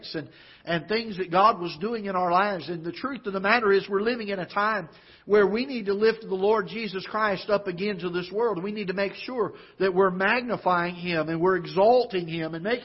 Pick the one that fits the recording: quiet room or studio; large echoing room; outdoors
large echoing room